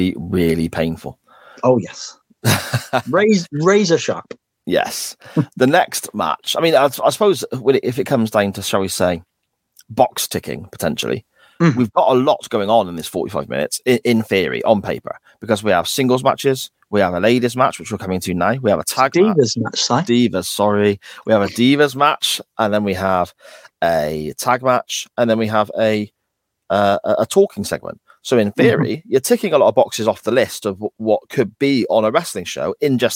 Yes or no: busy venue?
no